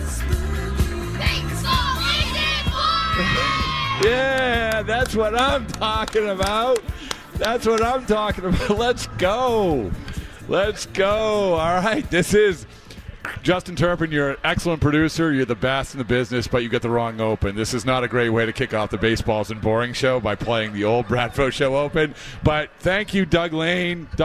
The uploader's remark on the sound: live from Red Sox Winter Weekend